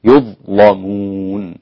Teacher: تغليظ اللام للإمام ورش، وانفرد بها ورش عن نافع